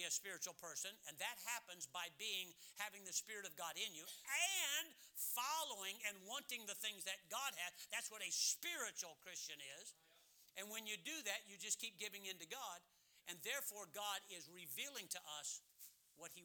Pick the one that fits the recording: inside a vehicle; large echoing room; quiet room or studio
large echoing room